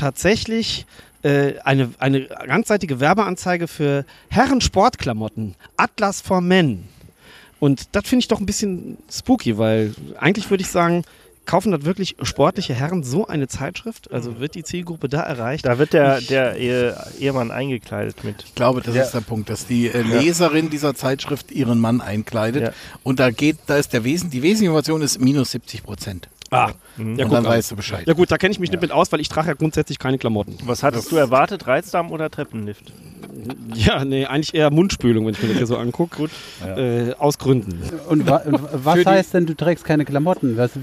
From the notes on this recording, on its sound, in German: Live aus dem Schrader-Garten. Vor einem äußerst red- und trinkseligem Live-Publikum erzählen wir bei einbrechender Dunkelheit Horror-Geschichten aller Art aus.